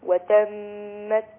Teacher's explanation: الميم المشددة في قوله وتمت غن حركتين